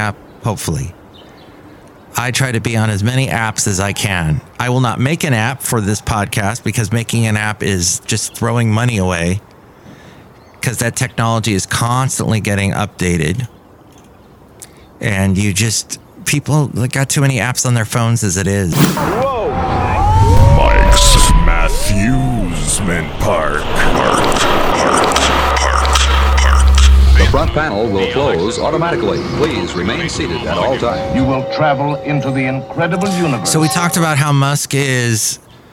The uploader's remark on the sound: podcasts live from Café Anyway